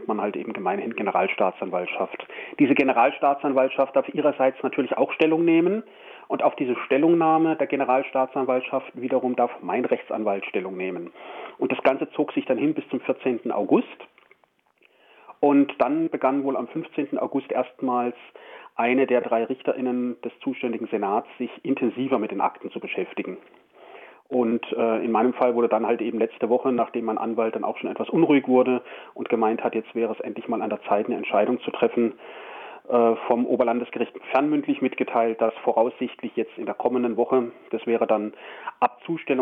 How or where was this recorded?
phone line